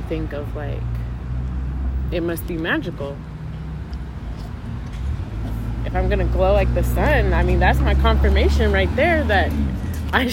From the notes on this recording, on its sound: While we sit outside having her favorite treat, frozen yogurt.